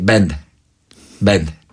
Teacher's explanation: słabo otwiera usta, wie pan, i nie dociąga, ma takie bezdźwięczne samogłoski